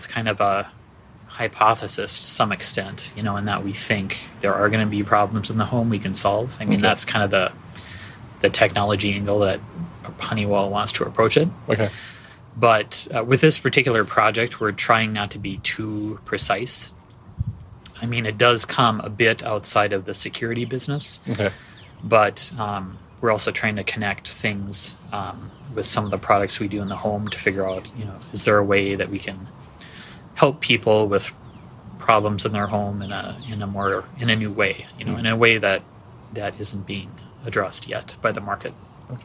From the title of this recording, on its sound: Live from SXSW